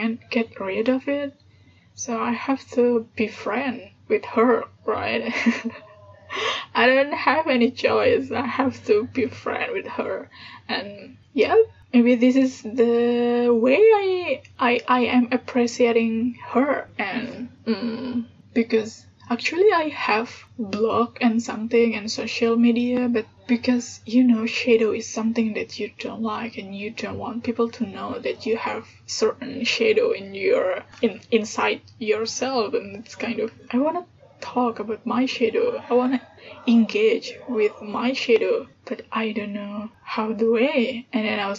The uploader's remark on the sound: Sorry about the noisy background